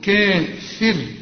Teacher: كافر هنا برضو الفاء هنا تحتها كسرة، الراء عند الوقف ترققها، طالما ان الراء هتقف عليها وقبلها مكسور رقق في عموم القرآن